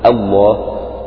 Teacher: إذا ابتدأت بلفظ الجلالة فإنك ستنطق بهمزة الوصل مفتوحة فتقول الله، فتعتبر لام لفظ الجلالة هنا مسبوقة بفتح. · Term: لفظ الجلالة مفخما